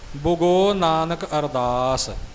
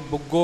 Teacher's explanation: ਬੱਬੇ ਉੱਪਰ ਅਦਕ ਦੀ ਆਵਾਜ਼ ਬਿਲਕੁਲ ਨਾ ਆਵੇ, ਬੁੱਗੋ ਕਰਕੇ ਨਹੀਂ ਬੋਲਣਾ। · Shown in: first take